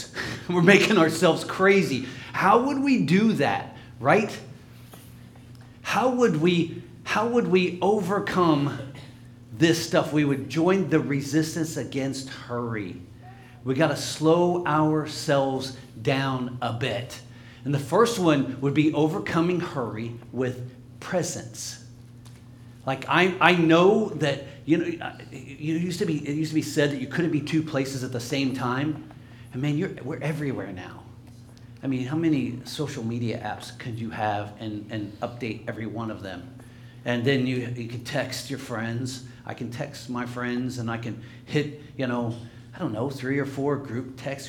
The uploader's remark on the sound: LIVE Services at Sunshine